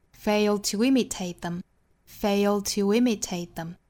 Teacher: To 和 imitate 之间连读不要太刻意，不是 toimitate，要注意是一个非常轻快的 w 的发音。我们注意元音和元音之间加的这三个音加 w 加 r 加 y。这三个音一定不是十足的这个半元音和这个 r 这个辅音哈，一定注意是非常短、非常轻、非常快的，并且还没有真正到发 y 和 w 的程度，是发到一半就很快过渡到下面的音了。所以这个词不是 toimitate，而是 to 不是 tow，而是 to 不是 w，而是 w